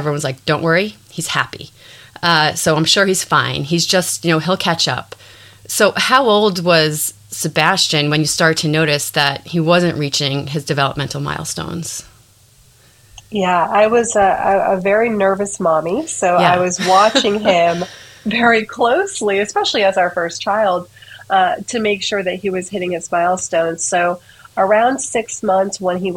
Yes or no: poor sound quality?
yes